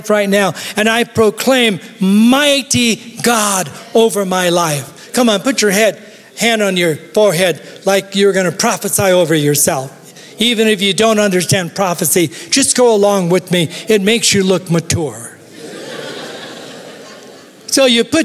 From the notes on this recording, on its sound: Recorded live at Capital Church in Meridian, Idaho